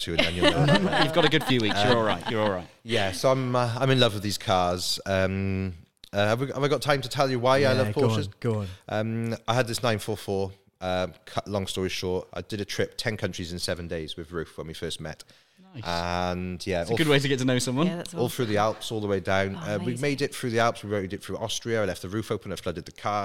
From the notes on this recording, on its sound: This weeks recording took place within the home of Baffle Culture - The Baffle Haus. Live from the Baffle Haus. A podcast recording is always extra-fun when surrounded by the most fantastic cars and bikes!